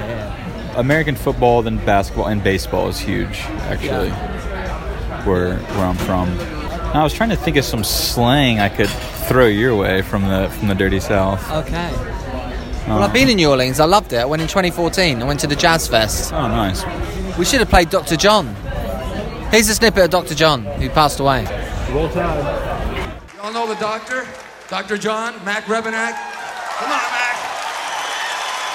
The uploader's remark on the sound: Join us on location at Corazon restaurant in London for what are rumoured to be the best tacos in town..